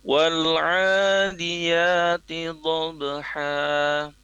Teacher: maka itu dilafazkan panjang dua harokat ya, dengan fathah tentunya, tidak dibaca fathah tanwinnya.